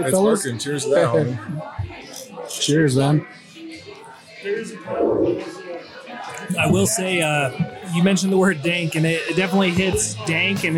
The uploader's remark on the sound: In this episode we recorded live in the tap room of Park City Brewing Company for the release of; Salt City Haze.